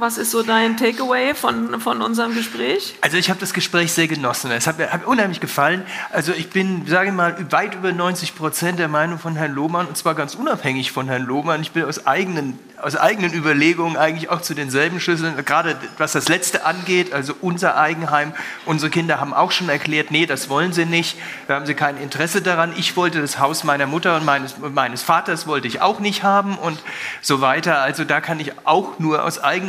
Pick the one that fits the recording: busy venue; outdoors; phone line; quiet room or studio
busy venue